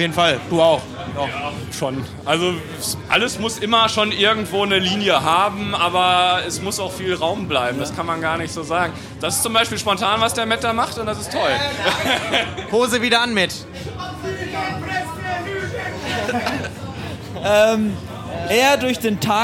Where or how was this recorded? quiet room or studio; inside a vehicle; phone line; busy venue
busy venue